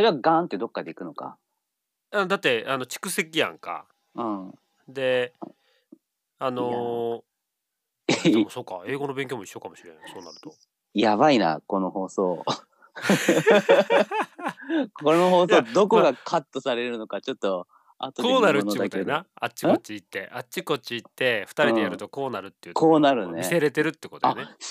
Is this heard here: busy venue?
no